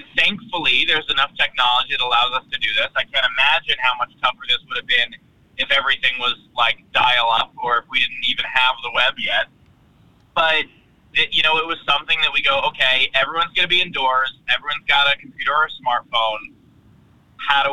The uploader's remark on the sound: Driving from Phoenix, Arizona and was on his way to Los Angeles, California when he and I spoke for this episode.